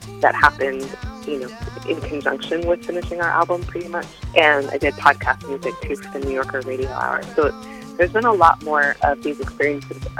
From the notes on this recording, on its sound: on the phone